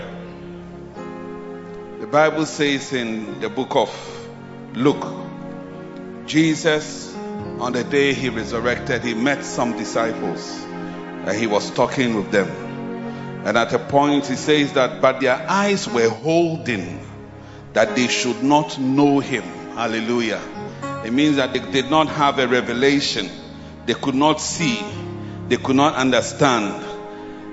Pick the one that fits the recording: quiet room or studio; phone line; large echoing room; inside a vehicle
large echoing room